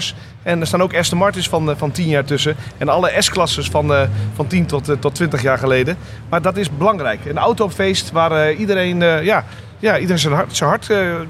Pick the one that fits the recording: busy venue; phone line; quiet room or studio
busy venue